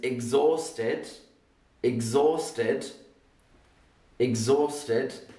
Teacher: you'll notice I don't really say the H. I don't go exhausted. · Term: silent letter